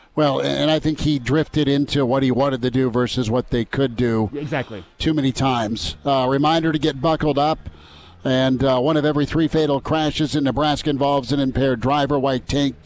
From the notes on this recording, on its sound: They get your thoughts via the phone lines and via the live stream.